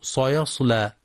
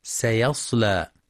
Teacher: ويخطئ بعضهم في كلمة سيصلى فيقرأ سيصلى بتفخيم السين، والصواب ترقيقها سيصلى · Shown in: second take